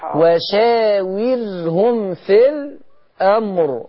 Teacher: والراء تفخم في الأمر